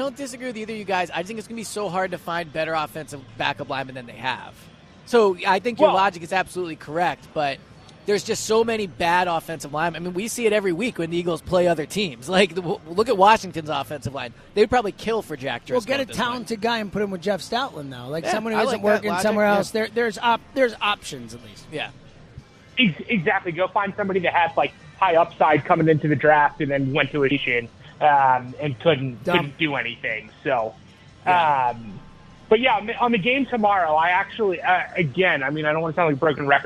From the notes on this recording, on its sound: live at Parx Casino